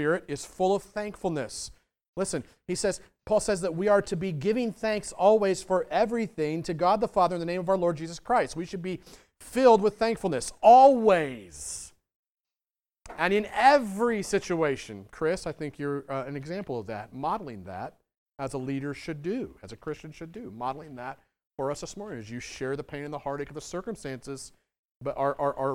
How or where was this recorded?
large echoing room